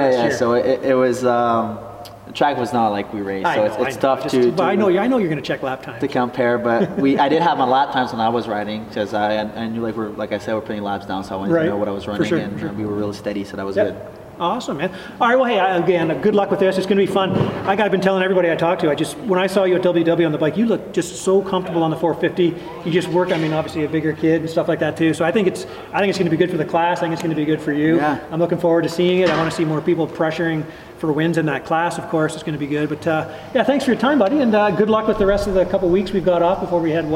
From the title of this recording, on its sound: Interview At 2023 Team Photo Day